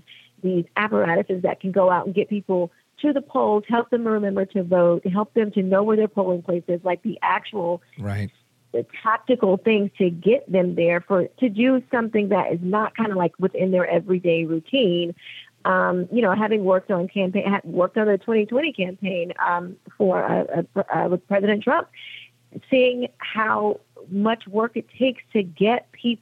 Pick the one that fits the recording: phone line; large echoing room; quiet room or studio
phone line